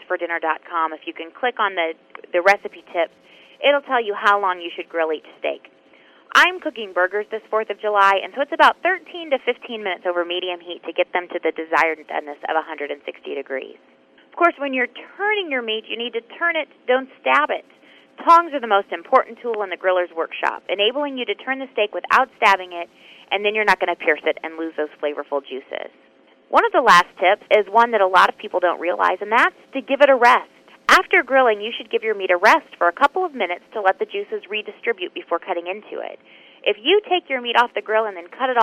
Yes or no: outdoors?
no